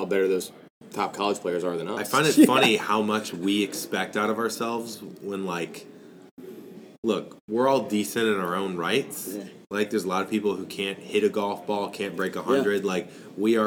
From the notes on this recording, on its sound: LIVE from the PGA Show.